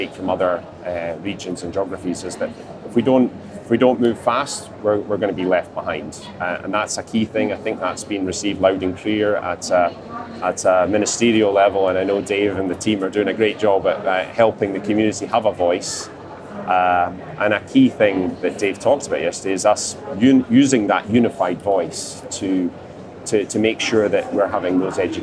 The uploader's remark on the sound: joins us on the show floor for day three of the Offshore Europe Conference